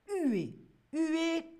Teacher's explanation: toujours avec ce H qu'on ne prononce pas en français, huer.